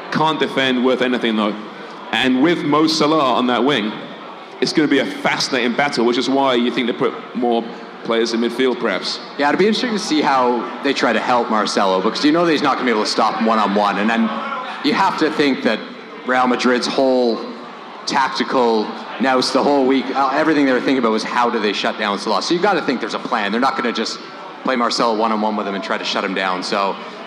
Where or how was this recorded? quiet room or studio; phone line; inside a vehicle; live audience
live audience